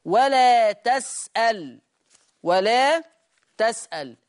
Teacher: ورش يقرأ بفتح التاء وتسكين اللام ولا تسأل، ولا تسأل يفتح التاء ويسكن اللام.